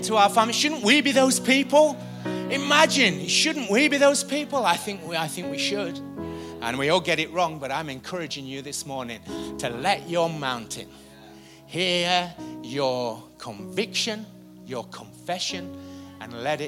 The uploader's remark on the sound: Recorded live at the Chesterfield Campus this is the message from the morning service on the 26th May 19.